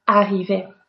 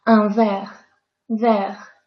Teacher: If there is one R, two R, 10 R, 1000 R, we are all going to pronounce it the same, as if there was just one R. · Term: double R